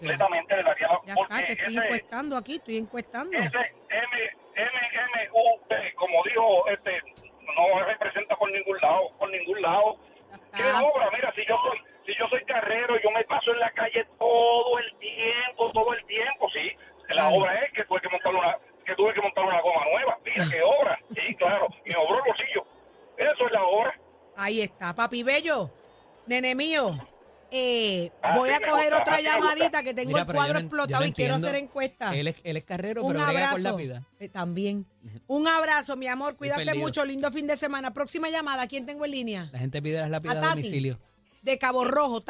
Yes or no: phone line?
yes